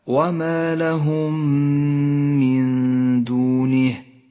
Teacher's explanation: الميم الساكنة والميم المتحركة تتالتا فأدغمتا صارتا ميما واحدة مشددة، لونت بالأخضر إشارة إلى احتياجها إلى غنة زمنها حركتان. · Term: الإدغام المتماثل